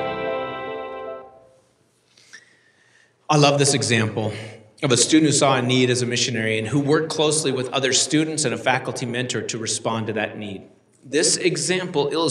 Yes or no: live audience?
yes